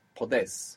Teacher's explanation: So instead of puedes, you might hear podes. And because the accent's coming on the end, that O isn't splitting